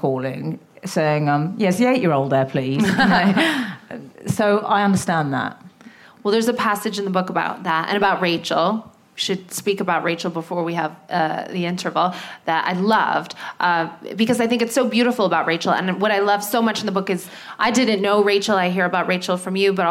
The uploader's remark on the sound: In front of a live audience with their two dogs Meg Ryan and Raymond.